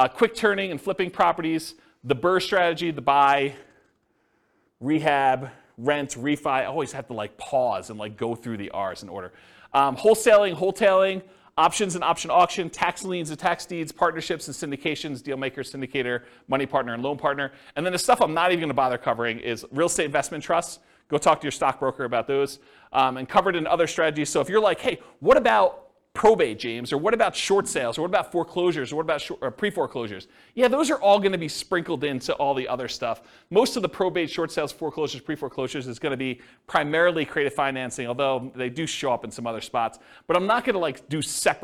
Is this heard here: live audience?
yes